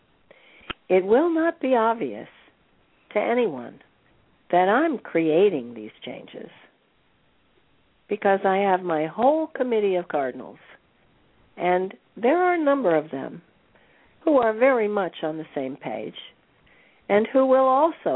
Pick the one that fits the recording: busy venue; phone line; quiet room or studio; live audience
phone line